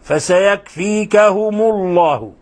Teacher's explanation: فسيكفيكهم الله، وهنا ينبغي أن تلاحظ ضم الميم تخلصا من التقاء الساكنين، تضم الميم قبل لفظ الجلالة